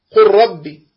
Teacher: فاللام تخرج من حافة اللسان والراء تخرج من طرفه، وحافة اللسان وطرفه متقاربان في مخرجهما.